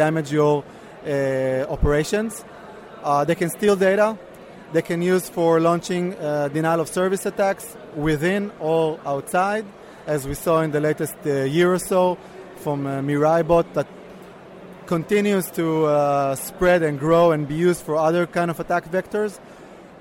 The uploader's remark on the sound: Both interviews were recorded earlier this year at InfoSec 2018.